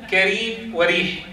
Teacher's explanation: إذا كانت الراء مكسورة نحو كريم وريح، قال ابن الجزري رحمه الله ورقق الراء إذا ما كسرت